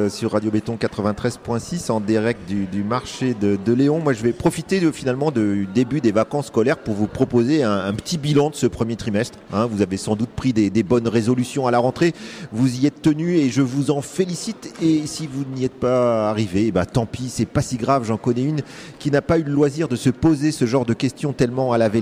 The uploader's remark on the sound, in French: Une belle émission en direct du marché de Lëon, marché de créateurs organisé par Béton à la mairie de TOURS